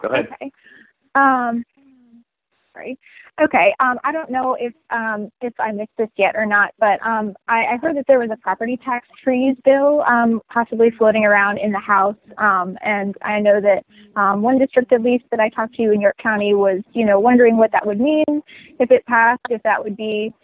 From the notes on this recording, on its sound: conference call